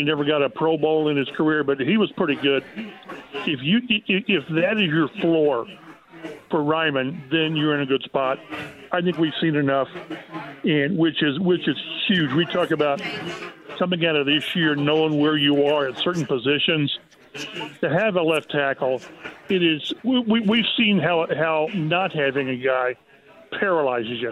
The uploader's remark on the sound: Kicks off the show live from Taylor’s Bar & Table. Keep the show rolling by talking to more people from Taylor’s Bar & Table!